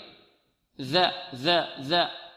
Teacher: والذال تخرج من طرف اللسان مع طرف الثنايا العليا